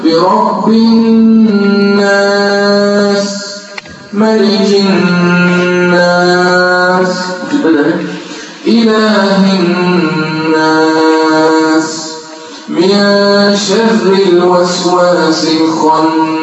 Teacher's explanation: نون مشددة كلها مليانة هي وكلها غنة. بعمل غنة حركتين.